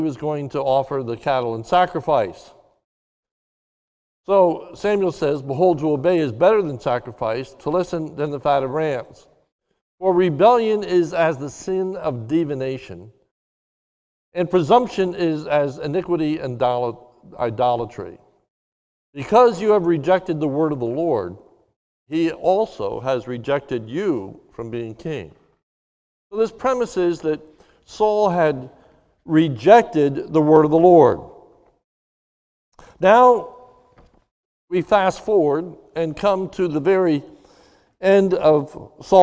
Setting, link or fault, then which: setting, large echoing room